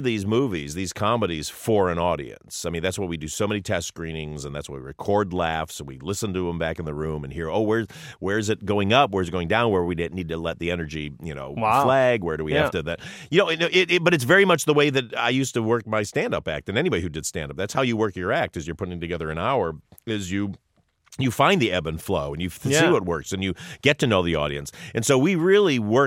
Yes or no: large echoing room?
no